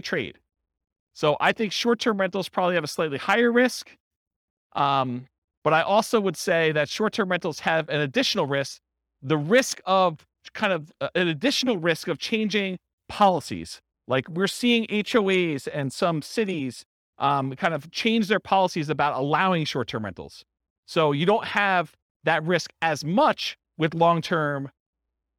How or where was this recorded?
live audience